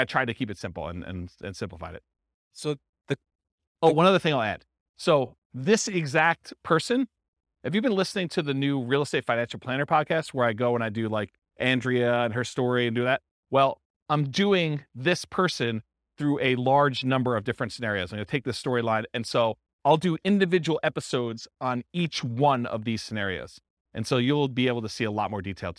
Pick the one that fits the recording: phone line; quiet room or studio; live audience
live audience